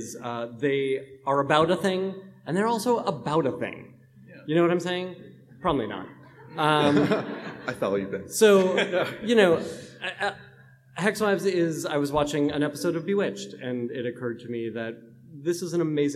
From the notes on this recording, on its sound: Recorded July 20, 2018 at San Diego Comic-Con International.